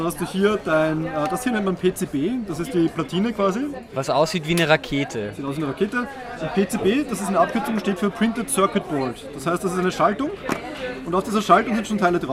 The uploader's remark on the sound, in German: Live von der "Langen Nacht der Forschung". Wir haben uns von den interessantesten Orten der "Langen Nacht" gemeldet - vom Heldenplatz bis zur Fledermaus-Beobachtungsstelle im Türkenschanzpark. Bei der "Langen Nacht der Forschung" gab es in ganz Wien BEI FREIEM EINTRITT vieles zu entdecken. Am Wiener Heldenplatz hat er sich umgehört, was bei den kleinen BesucherInnen am besten ankommt.